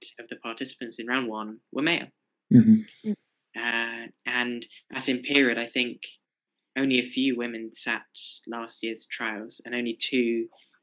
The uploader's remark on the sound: Please forgive our many errors, technical wrongs, awkwardness as it is our first one.